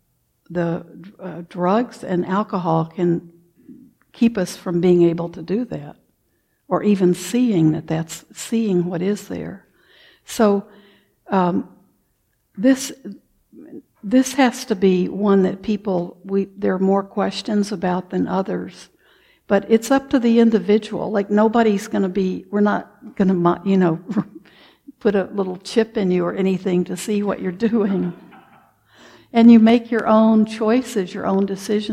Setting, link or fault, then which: setting, large echoing room